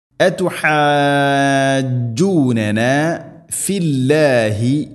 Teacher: നിർബന്ധമായിട്ടും നീട്ടണം, അത് കെലിമത്താണ്, മുസക്കലാണ്, മുസക്കൽ മീൻസ് ഷദ്ദുണ്ട്, അതുകൊണ്ടാണ് അങ്ങനെ പറയുന്നത്. ഇവിടെ രണ്ടോ നാലോ ആറോ ഹർക്കത്തിൻ്റെ ഖദറിൽ ആറ് ഹർക്കത്ത് വരെ നിർബന്ധമായിട്ടും നീട്ടേണ്ടതാണത് · Term: മദ് ലാസിം കലിമി മുസഖൽ